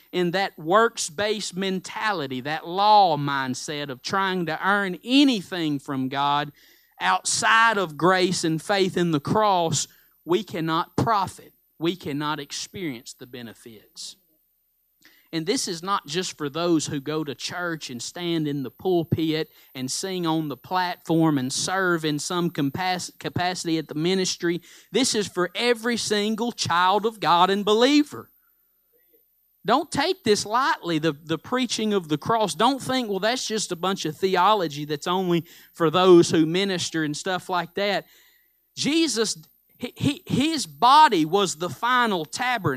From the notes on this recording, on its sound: Live Sunday Morning Service